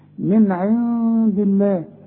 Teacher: نون بدون تشكيل بعدها دال، هغن وحخفي لأن الدال من حروف الإخفاء.